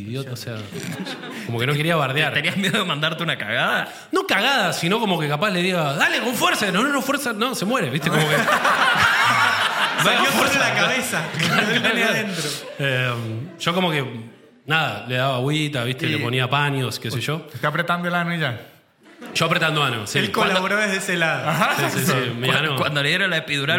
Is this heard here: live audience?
yes